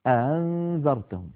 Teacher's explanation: فإن كانت حركة الهمزة الفتحة يكون تسهيلها بين الهمزة المحققة والألف · Term: الهمزة المسهلة